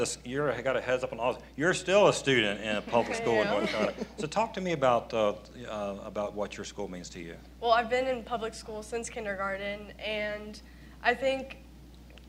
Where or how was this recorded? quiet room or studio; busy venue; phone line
busy venue